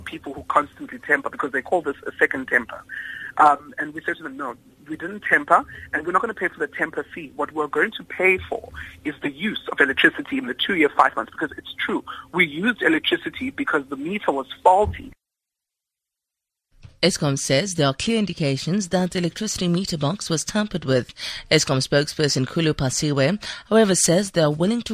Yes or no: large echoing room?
no